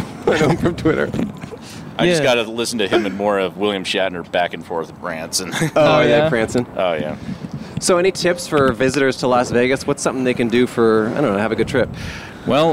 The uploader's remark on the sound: Recorded on a pedestrian bridge overlooking The Strip in Las Vegas, Nevada.